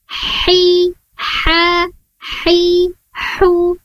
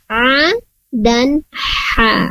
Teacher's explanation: ain dan ha sama-sama makhrajnya atau tempat keluarnya di tengah-tengah tenggorokan · Term: wasatul halq